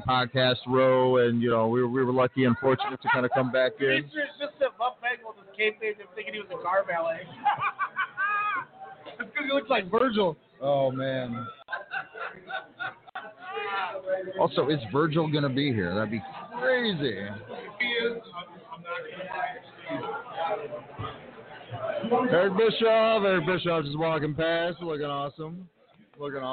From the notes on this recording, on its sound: LIVE at STARRCAST on PODCAST ROW during ALL IN weekend in Chicago!